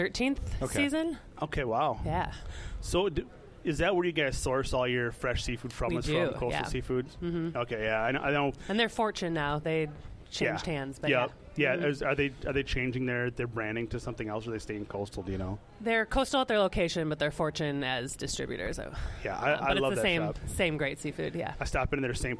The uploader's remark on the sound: recording live from Sea Salt Eatery